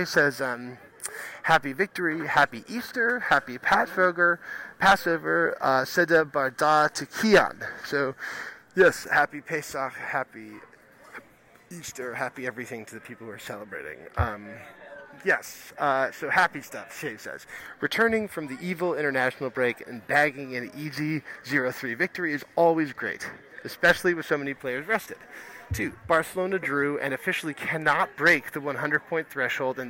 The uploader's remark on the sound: Recording from a pub at JFK airport (of course).